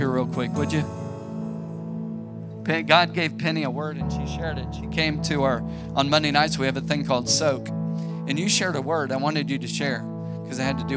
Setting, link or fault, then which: setting, large echoing room